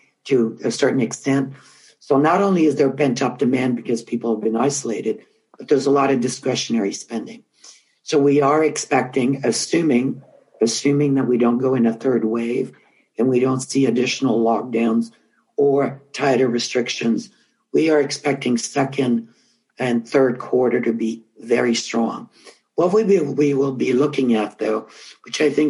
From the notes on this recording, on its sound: In this episode I moderate a live and interactive retail thought leadership panel live from the Association for Corporate Growth’s virtual stage here in Toronto.